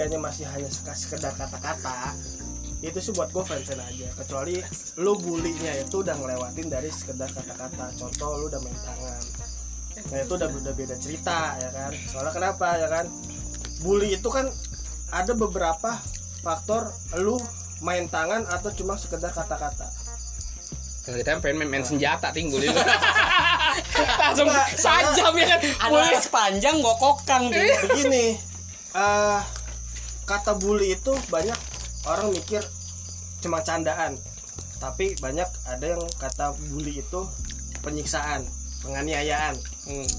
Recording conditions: background noise